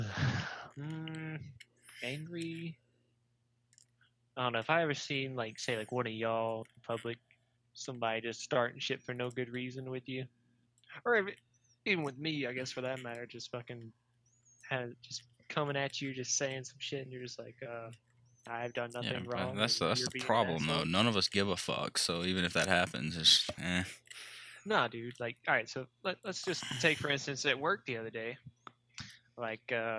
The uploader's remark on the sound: The Audio Quality will get better as we progress so enjoy this mediocre episode!